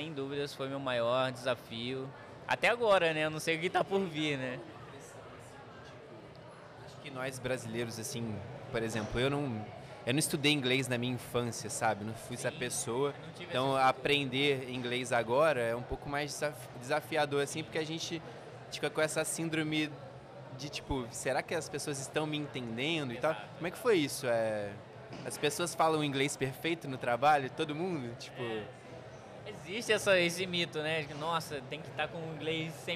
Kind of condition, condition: setting, busy venue